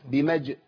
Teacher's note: الجيم عندي ساكنة والجيم الساكنة تقلقل